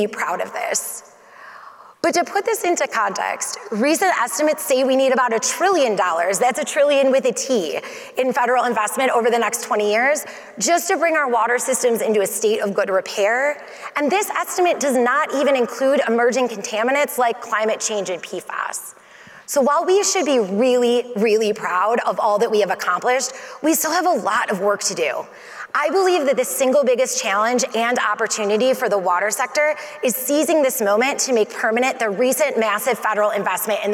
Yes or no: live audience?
yes